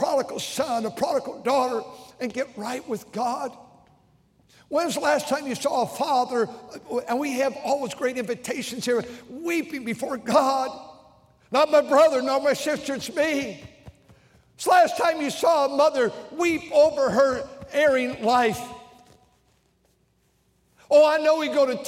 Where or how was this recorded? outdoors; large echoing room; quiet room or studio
large echoing room